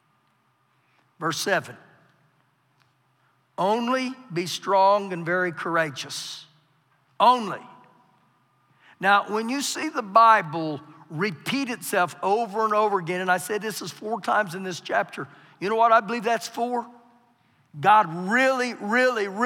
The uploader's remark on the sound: Recorded live during our Wednesday night service